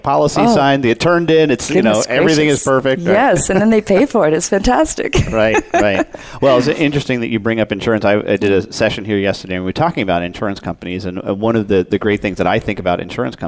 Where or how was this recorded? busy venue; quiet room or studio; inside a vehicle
busy venue